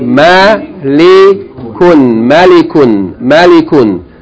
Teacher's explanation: two short vowels followed by tanween